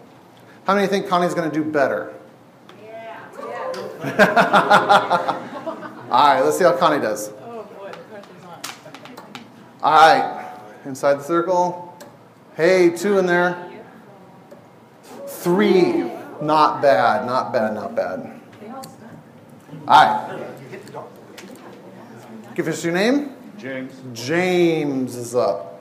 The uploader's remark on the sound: Each week is presented live at Imago Dei’s Refuge in Portland, Oregon.